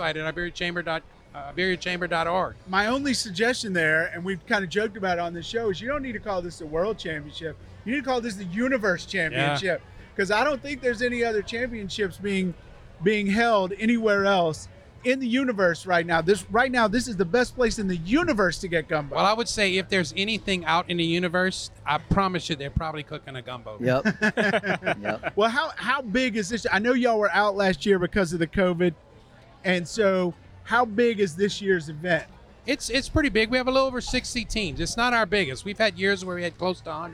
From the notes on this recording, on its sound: recorded at the World Gumbo Championship Cookoff in New Iberia, LA